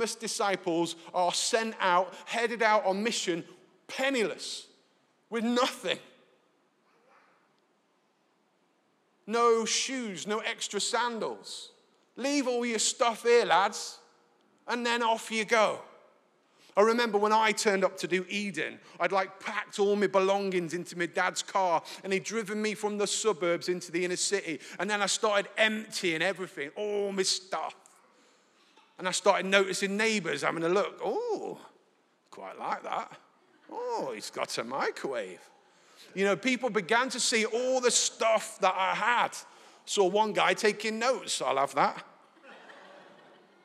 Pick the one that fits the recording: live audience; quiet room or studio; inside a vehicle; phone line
live audience